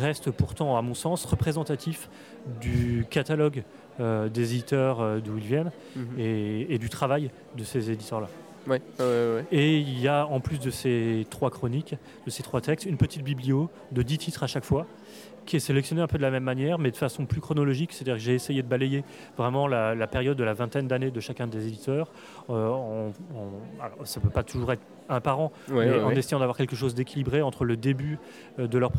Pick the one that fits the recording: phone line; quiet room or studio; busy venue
busy venue